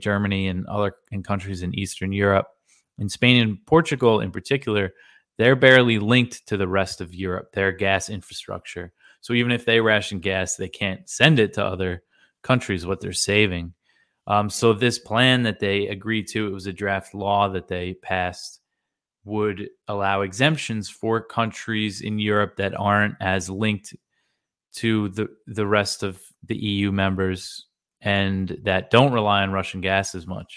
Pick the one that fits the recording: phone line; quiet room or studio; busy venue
quiet room or studio